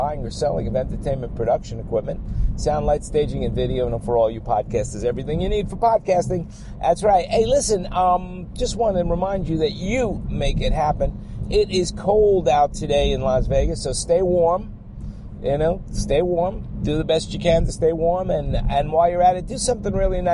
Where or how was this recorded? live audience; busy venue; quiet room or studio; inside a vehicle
inside a vehicle